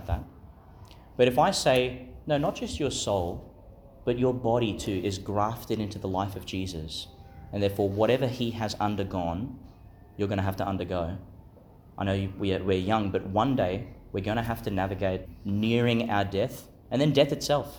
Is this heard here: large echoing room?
yes